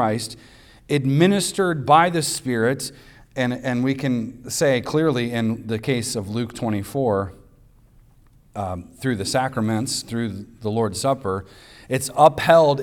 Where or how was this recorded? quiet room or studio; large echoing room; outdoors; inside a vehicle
large echoing room